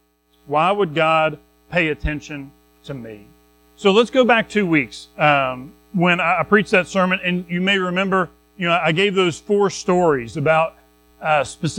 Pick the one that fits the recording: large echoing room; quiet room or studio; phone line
large echoing room